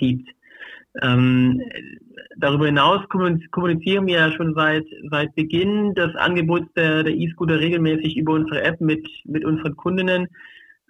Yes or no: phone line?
yes